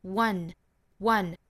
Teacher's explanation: 它第一个发音应该是一个半元音，就是辅音的 w 的发音